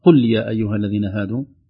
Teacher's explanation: الله يرضى عليك ويحفظك، ما شاء الله حرصك على التلاوة، واضح حرصك على تطبيق الأحكام، لكن انتبه ما شاء الله يعني عدة مواطن فيها القاف، معظم القافات المكسورة كانت جيدة، لكن القاف المضمومة في قل في الآيات الأولى والآيات الأخيرة كانت محتاجة إلى إظهار تحقيق القاف، قل من مخرج القاف هكذا كانت قريبة من الغين.